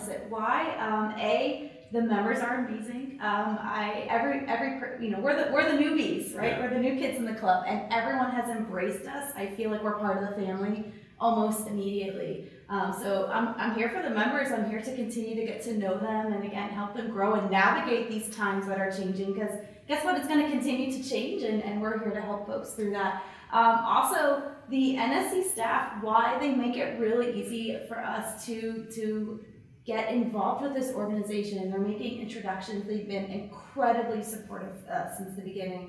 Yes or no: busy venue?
yes